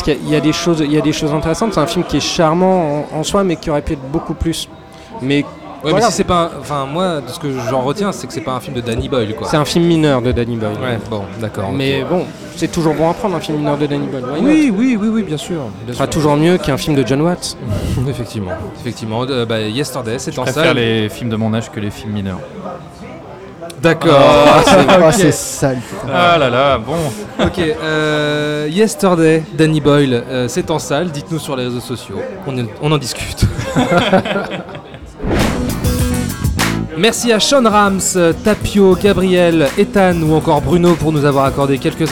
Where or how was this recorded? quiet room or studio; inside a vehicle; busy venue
busy venue